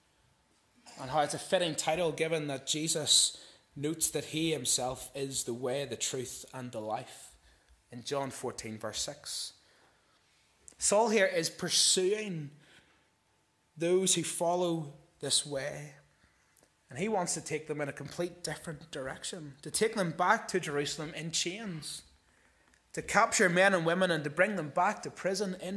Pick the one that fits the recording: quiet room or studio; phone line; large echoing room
large echoing room